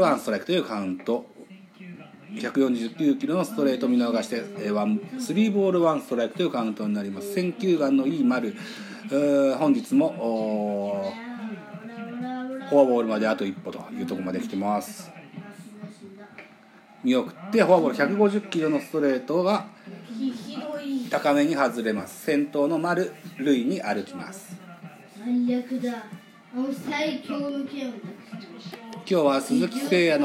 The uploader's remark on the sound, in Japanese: マツダ ZoomZoomスタジアム。IPad収録版。